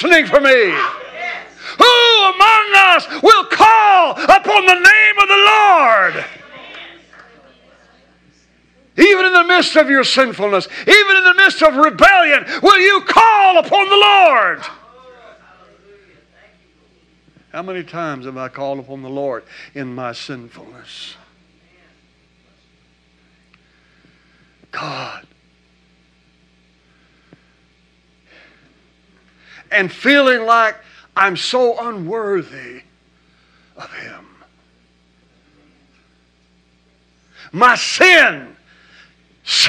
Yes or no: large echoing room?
yes